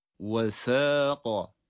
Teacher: Sa ince, bir elif miktar uzatıyoruz. Kaf kalın.